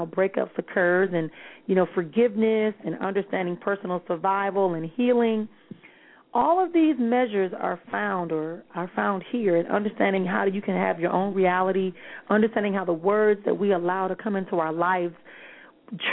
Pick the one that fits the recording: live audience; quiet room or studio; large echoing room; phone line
phone line